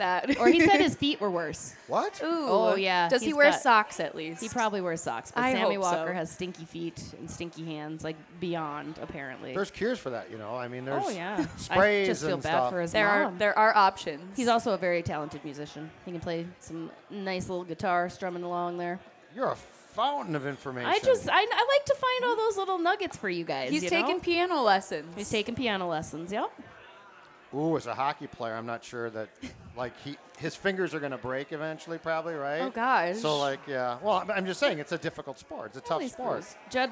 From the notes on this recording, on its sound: we were live from Ray J's American Grill